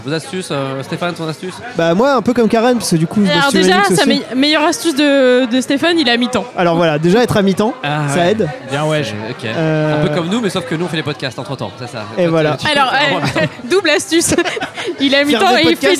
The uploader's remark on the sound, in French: épisode enregistré à l’Adada bar (Paris 14e)